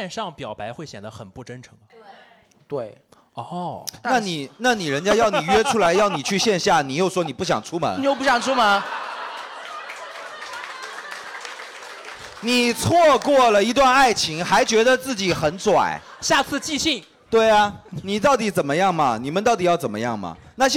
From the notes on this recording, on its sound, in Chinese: 本期现场观众分为两大阵营